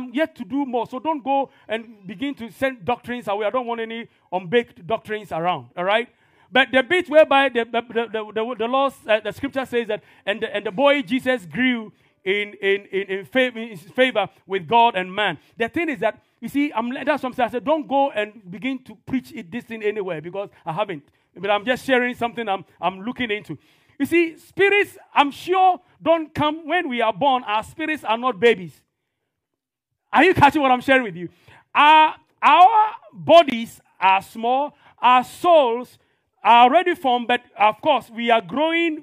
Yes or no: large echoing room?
yes